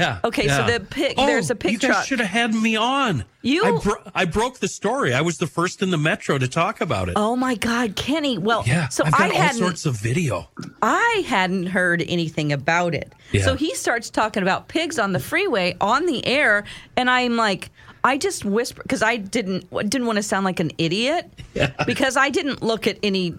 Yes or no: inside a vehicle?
no